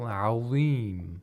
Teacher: we have the lowest level of tafkhim